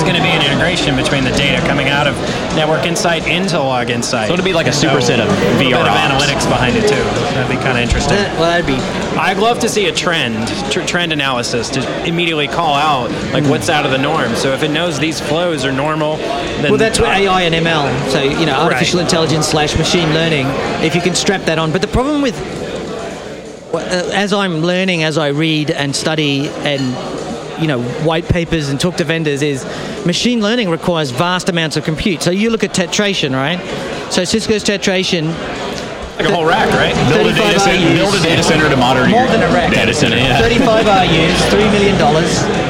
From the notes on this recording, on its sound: A candid conversation among engineers about the tech industry, recorded live in bar.